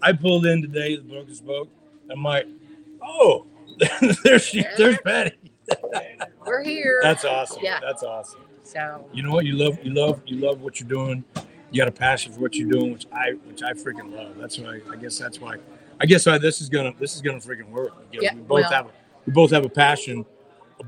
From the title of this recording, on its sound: Live at The Broken Spoke Saloon